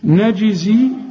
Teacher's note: الجيم لازم تعطش وتقلقل